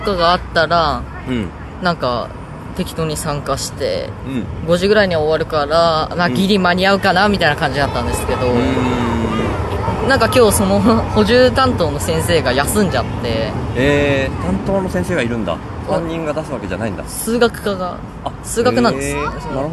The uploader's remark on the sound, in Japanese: 関西からの帰りに広島で。公園でダベるの図。